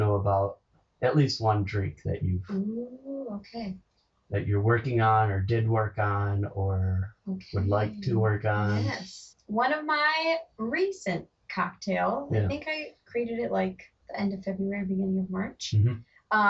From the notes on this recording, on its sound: I am really bummed that the audio quality is bad on this!